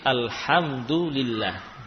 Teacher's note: Karena lafaz Allah terkadang dibaca demikian tebal, Allah kadang dibaca dengan tipis seperti alhamdulillah